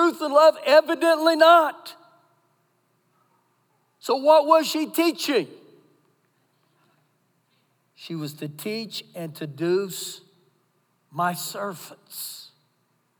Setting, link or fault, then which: setting, large echoing room